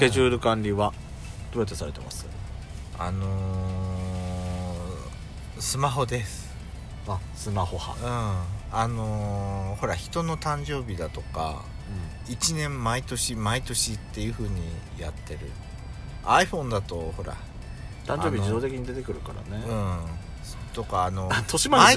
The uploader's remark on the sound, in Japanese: パーキング収録